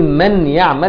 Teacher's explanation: تقوم مدخل النون ده في الياء ده تخش جواها كده · Term: الادغام بغنة